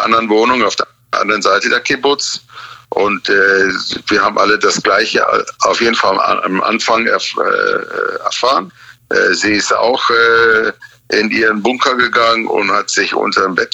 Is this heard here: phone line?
yes